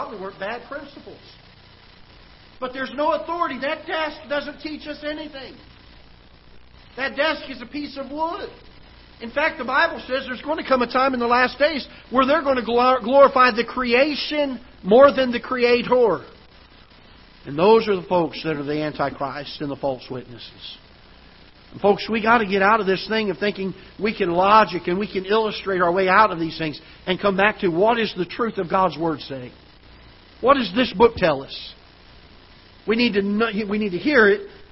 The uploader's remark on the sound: Ketha Heights Baptist Church ~ Live Broadcast